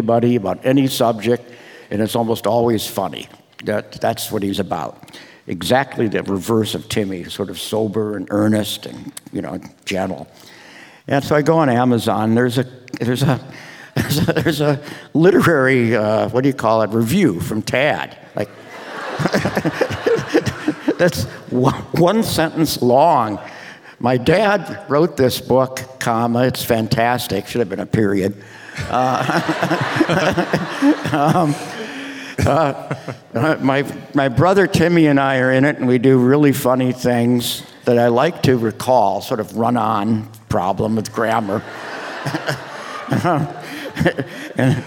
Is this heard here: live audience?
yes